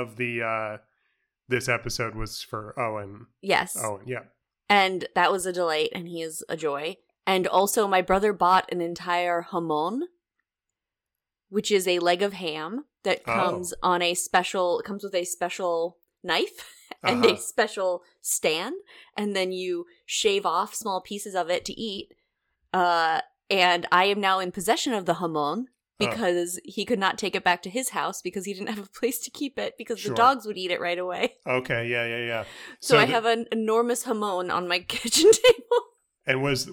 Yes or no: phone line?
no